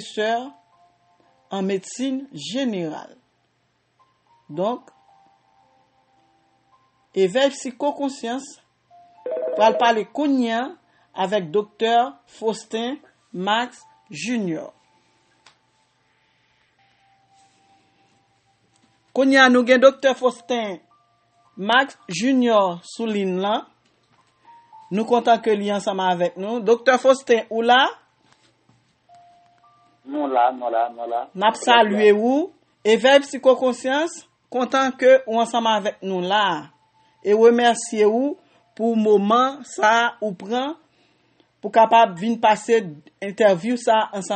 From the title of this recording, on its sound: Phone conversation